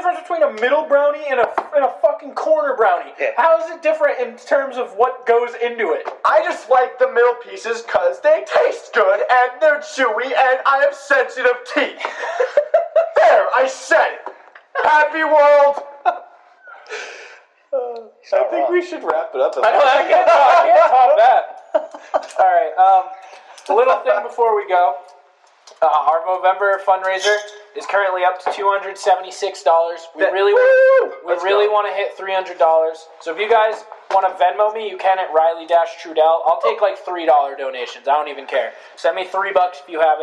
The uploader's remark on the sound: FINAL BAD AUDIO QUALITY EPISODE! We've finally invested in equipment so brace your ears for some echos.